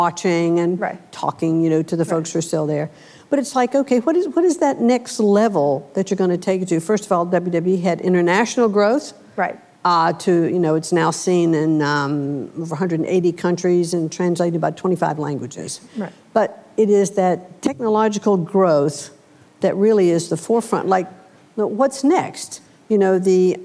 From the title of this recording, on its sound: Live at Code 2018